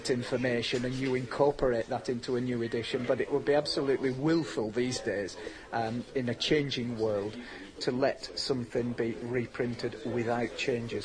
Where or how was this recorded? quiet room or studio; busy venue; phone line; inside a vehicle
busy venue